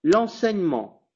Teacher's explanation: si on écoute bien, je n'ai pas dit le E